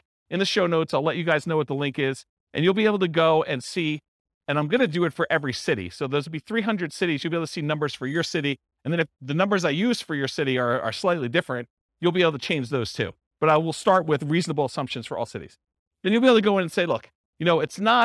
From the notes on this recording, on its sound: This was a live class recorded